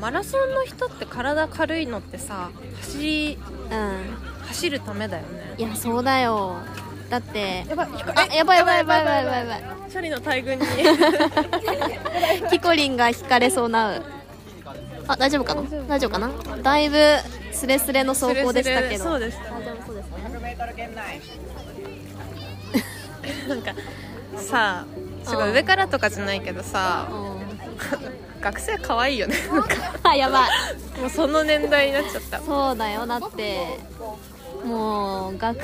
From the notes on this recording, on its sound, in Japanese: 花火見ながら配信。今回は夜に集合して花火を見にきました！花火の音小さめ、私達の声大きめ、周りの声も多め。